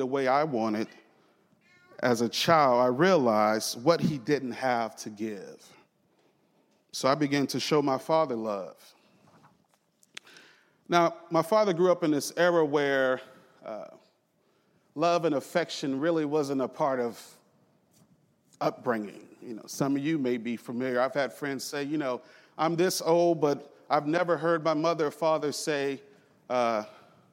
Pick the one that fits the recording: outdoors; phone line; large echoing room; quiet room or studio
large echoing room